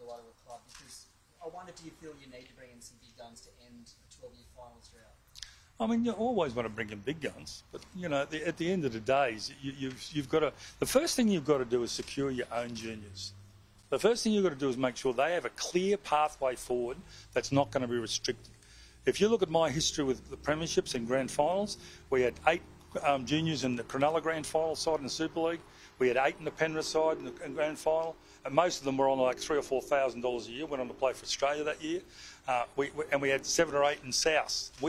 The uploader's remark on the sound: press conference